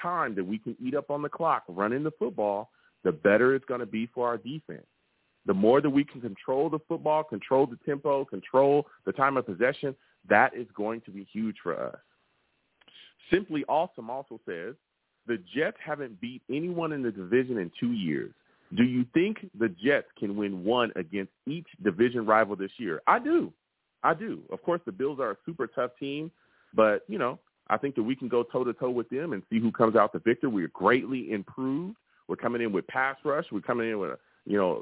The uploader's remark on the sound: Tonight, live at 7pm eastern I’ll be discussing Jets defensive line! I also take live callers!